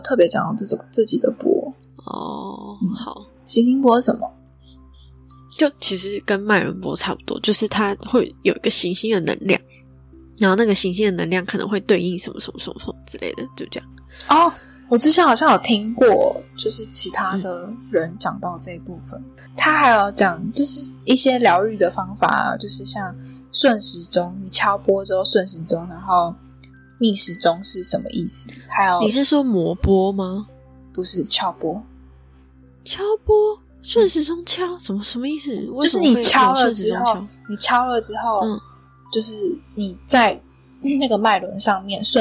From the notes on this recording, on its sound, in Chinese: 這是我的聲音有點悶悶的是因為錄音時有施工的聲音，在後製的過程中為了把施工聲去掉就變成這樣了。